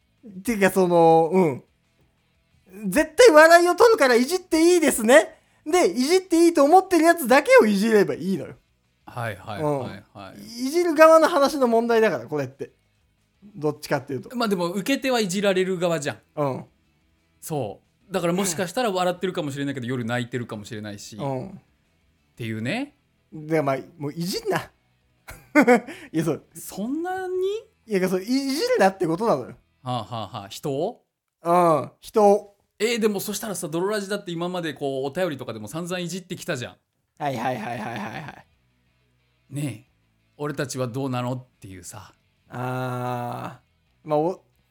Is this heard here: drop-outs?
no